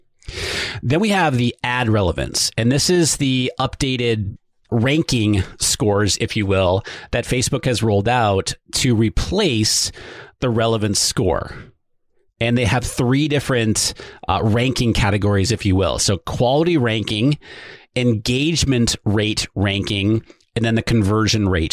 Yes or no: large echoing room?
no